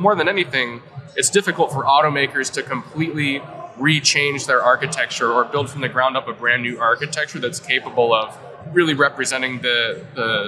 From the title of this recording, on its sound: Live from AutoTech: Detroit